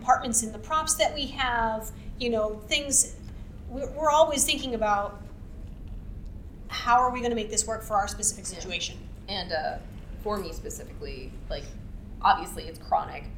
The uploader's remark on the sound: Recorded live WWWC11 at Casino Del Sol